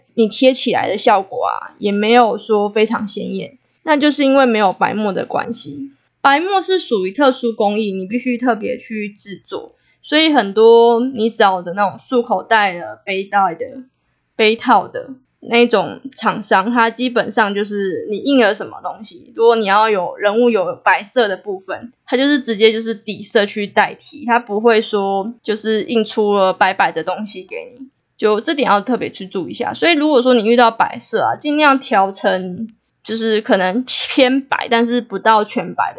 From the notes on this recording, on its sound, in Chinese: 夭壽麥克風收音超爛。